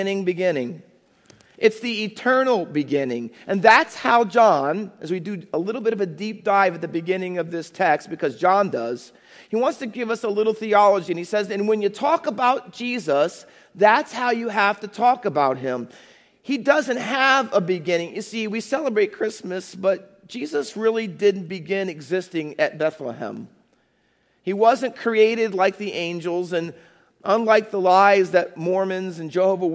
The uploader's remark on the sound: Faith Baptist Church in Hamilton, NJ.